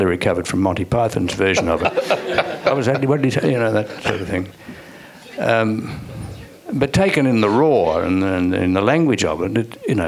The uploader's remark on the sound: This is a live recording from our event.